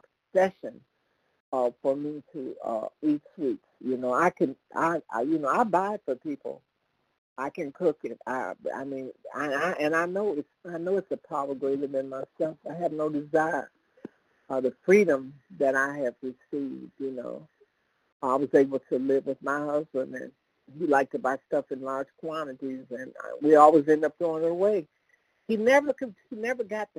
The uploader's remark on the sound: From the 100 Pounders Phone Meeting.